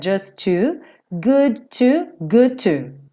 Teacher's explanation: TD, DT, DD, TT, nunca quica. Você vai fazer um som só